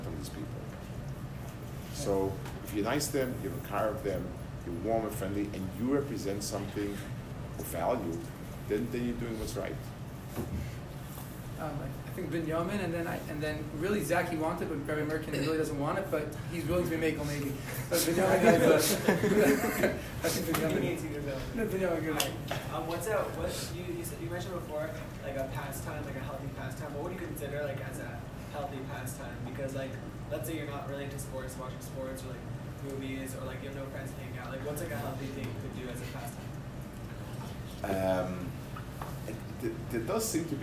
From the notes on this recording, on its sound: Delivered 2/12/22 at Katz Yeshiva High School of South Florida